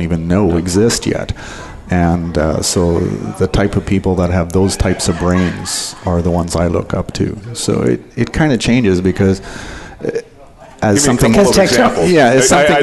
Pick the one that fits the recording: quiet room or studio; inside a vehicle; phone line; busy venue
busy venue